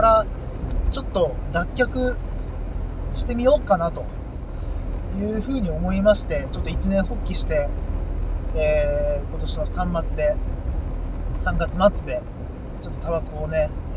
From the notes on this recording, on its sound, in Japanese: 136回目は普段と違い車内での録音となります。スーパー銭湯に向かう道中の車内トークをお届けします。